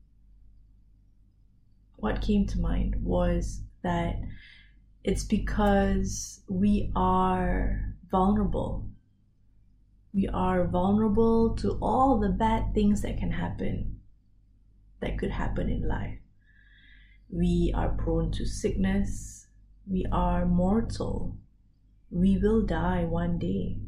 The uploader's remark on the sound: I recorded this episode without my mic—completely unplugged!